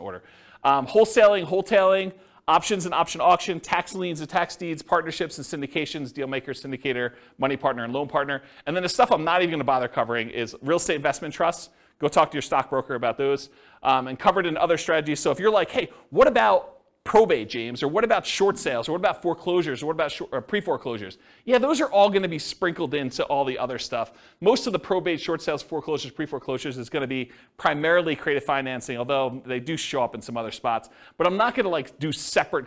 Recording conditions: live audience